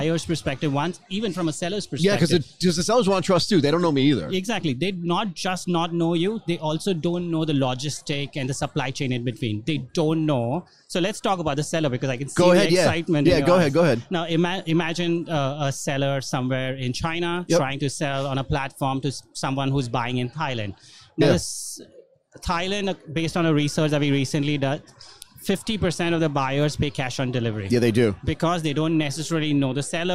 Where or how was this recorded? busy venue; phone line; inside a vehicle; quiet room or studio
busy venue